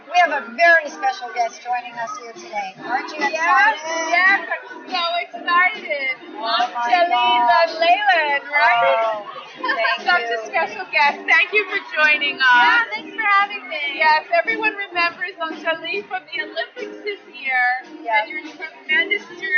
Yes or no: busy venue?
yes